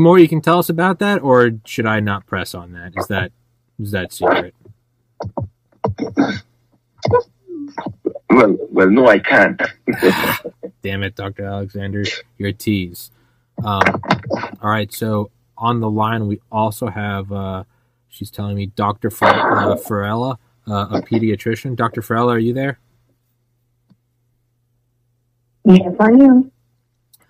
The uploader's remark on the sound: Truckers Call